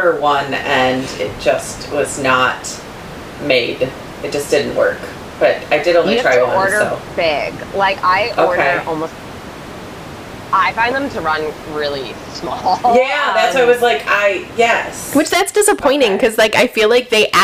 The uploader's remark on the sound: We apologize for the sound quality for the interview as we were working with a new system and could not get rid of the background noise!